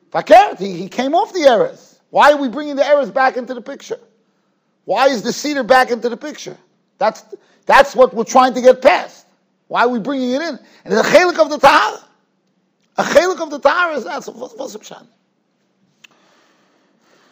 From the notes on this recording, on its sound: Shiur recorded in Yeshivas Ohr Reuven, Monsey, NY.